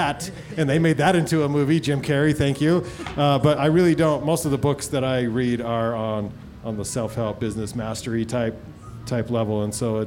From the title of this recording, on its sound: LIVE from the Utah Arts Festival